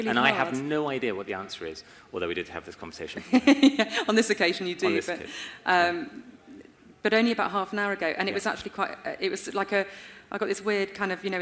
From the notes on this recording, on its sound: LIVE at Climb23 Investor Summit. In this special episode, I’m bringing you a live recording of The Unlock Moment. In May 2023 I presented The Unlock Moment on stage at the Climb23 Innovation conference in Leeds here in the UK.